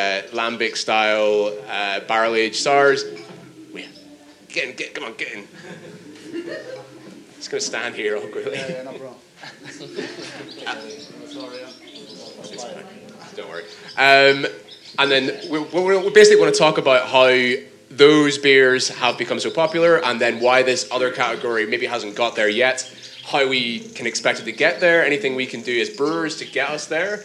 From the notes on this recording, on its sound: Our final panel talk from FyneFest 2019. Thanks again to Fyne Ales for having us.